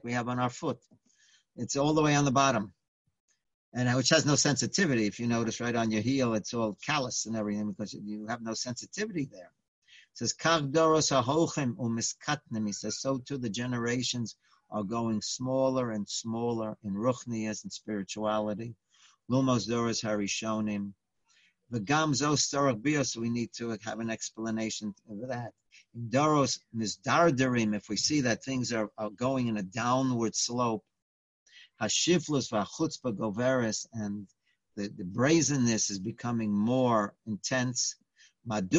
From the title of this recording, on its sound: Live On Zoom